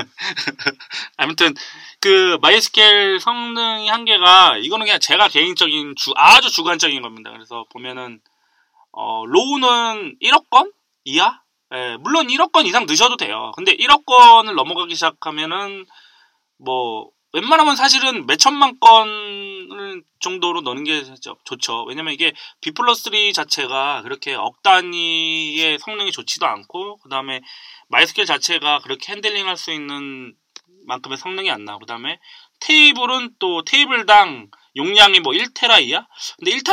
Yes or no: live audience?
no